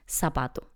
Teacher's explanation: en lugar de pronunciar la Z, pronuncian la S. Es decir, en lugar de decir zapato, dicen zapato.